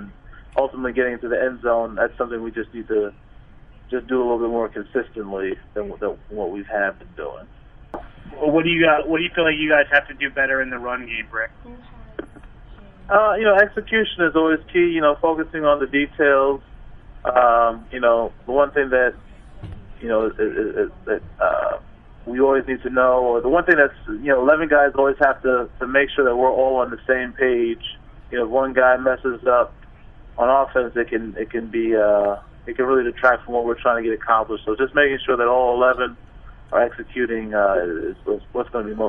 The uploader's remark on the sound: Addressed Reporters on a Conference Call